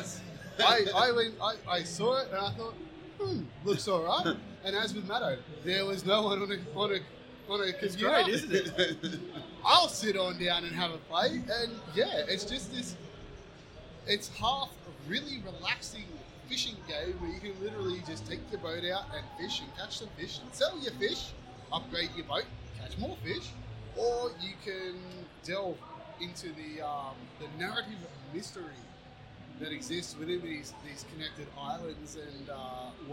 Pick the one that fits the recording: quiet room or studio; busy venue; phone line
busy venue